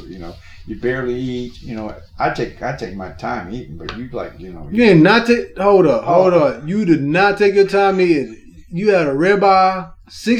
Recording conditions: poor sound quality